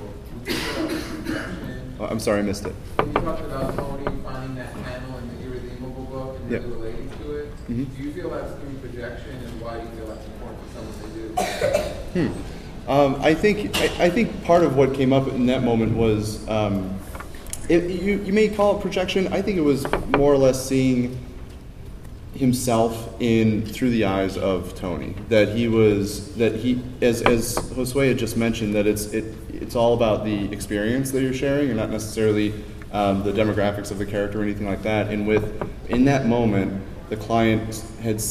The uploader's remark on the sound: Geek Therapy at SDCC 2013